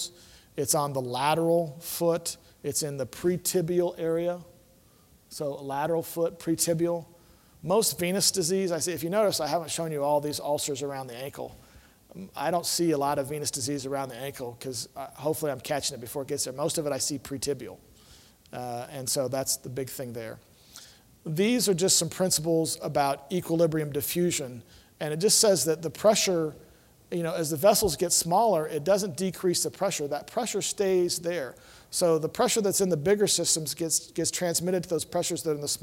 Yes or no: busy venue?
yes